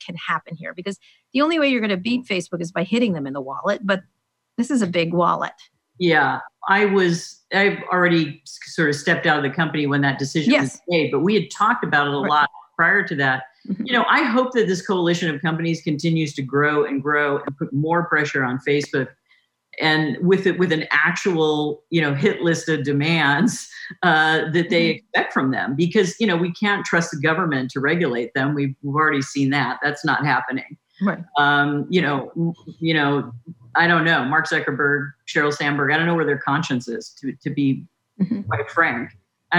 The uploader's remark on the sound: Recorded as part of the Lesbians Who Tech virtual Pride Summit. This interview was recorded as part of the Lesbians Who Tech virtual Pride Summit.